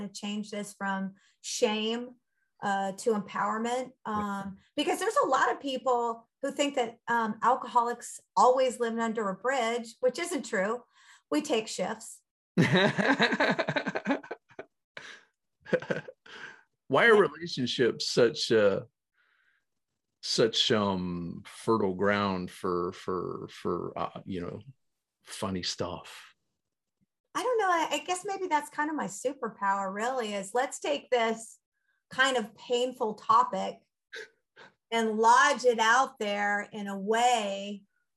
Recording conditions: video call